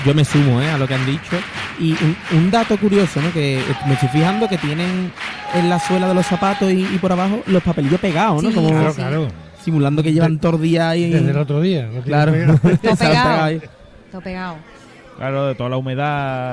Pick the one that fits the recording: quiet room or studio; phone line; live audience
live audience